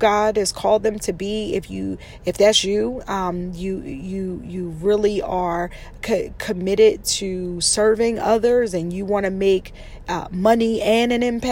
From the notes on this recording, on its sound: In this episode, I’m in my car! I recorded this while driving.